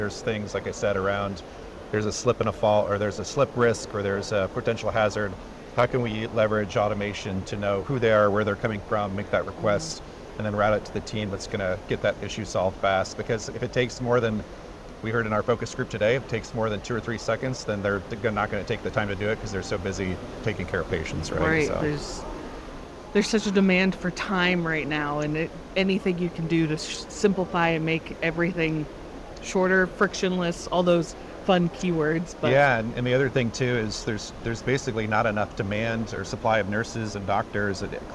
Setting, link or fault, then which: setting, busy venue